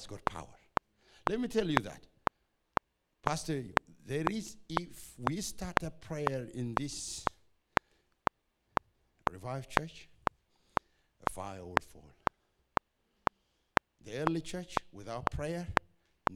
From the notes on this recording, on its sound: This word was preached on the 12th of December 2021 at Revive Church sunday service in Melbourne, Australia